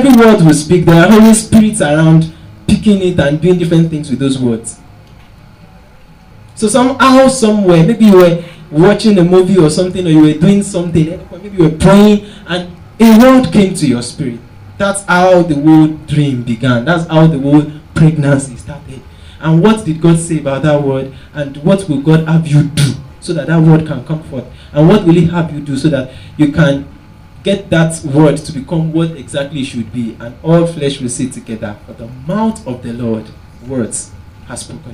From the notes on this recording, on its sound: Preached at TACSFON OAU in 2009.